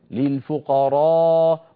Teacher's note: فتح العربي يعني للألفات فتح وسط، ما هو مثل فتح بعض العجم يا أيها هكذا فتح مبالغ فيه